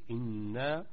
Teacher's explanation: إذن الغنة بمقدار حركتين